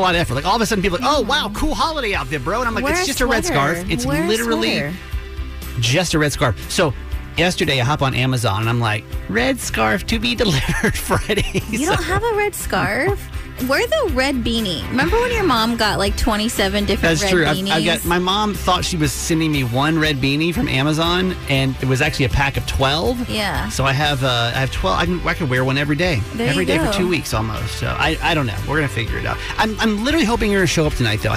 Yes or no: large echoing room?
no